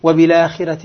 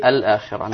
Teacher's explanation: نقل حركة الهمزة إلى الساكن قبلها وإسقاط الهمزة · Shown in: first take · وبالآخرة مثلا عند ورش. · Term: النقل